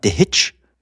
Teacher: Da wird das Ä hinten, das Schwa von Hitsche, weggelassen.